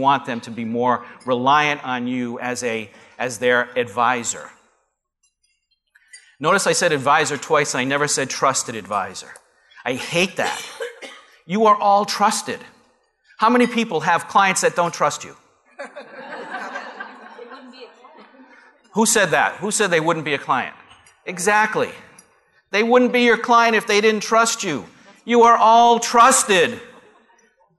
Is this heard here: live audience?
yes